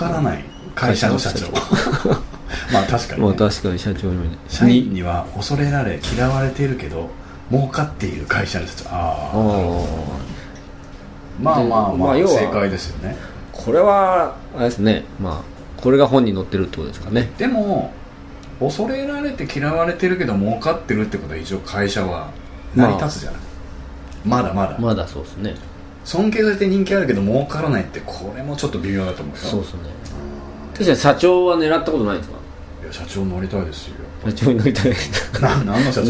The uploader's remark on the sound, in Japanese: 劇団ハーベスト観劇後カラオケ店にて収録